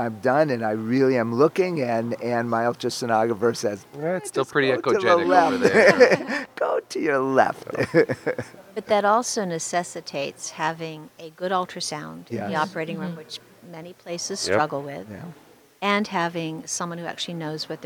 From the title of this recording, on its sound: Live from ASRM 2023